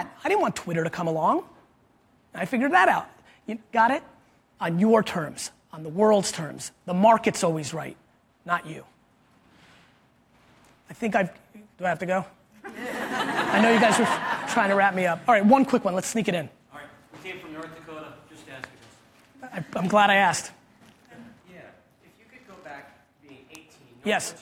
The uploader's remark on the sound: This was a really cool keynote I did at Animoto's marketing summit last week.